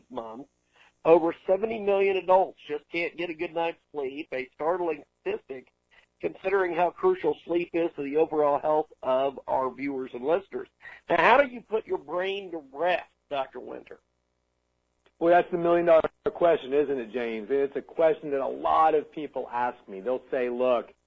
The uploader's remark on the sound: Skype Guest. Phone guest.